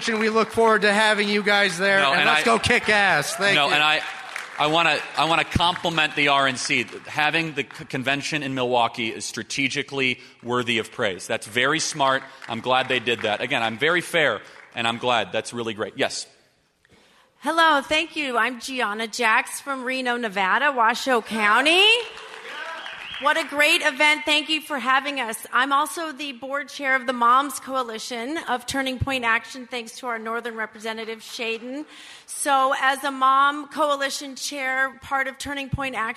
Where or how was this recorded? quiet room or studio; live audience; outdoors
live audience